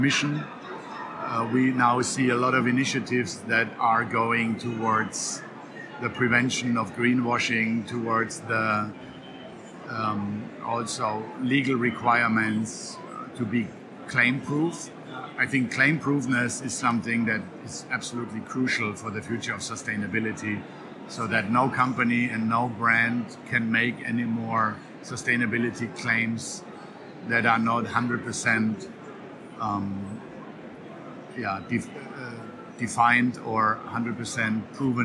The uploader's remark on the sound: Live from the Hotspot of BioEconomy. The renowned World Bio Markets conference in The Hague. Live impressions from the conference.